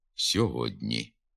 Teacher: Наприклад, пишемо «сьогодні», а вимовляти треба «сьогодні». Передньоязиковий приголосний «д» стоїть перед пом'якшеним передньоязиковим «н» і тому сам м'якшиться